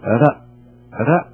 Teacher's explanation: لما تقول رأ من نفس طرف اللسان، لذلك اللسان تلاحظوا اللسان يعني يرتعش، فالرأ يرتعش اللسان · Term: حروف الزلاقة